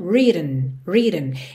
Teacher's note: É como se você quisesse mesmo ir direto do T pro N.